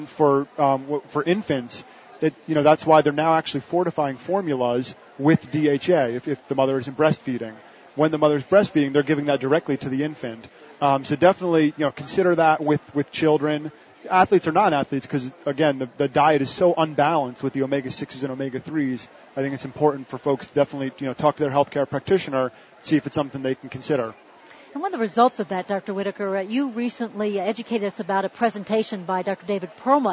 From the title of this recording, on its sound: Live from Expo East in Baltimore, MD